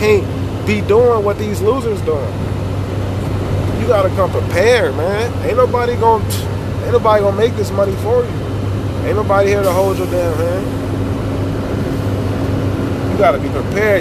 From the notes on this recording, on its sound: Sorry for the background noise no other episode will be in the work truck, louder than I thought.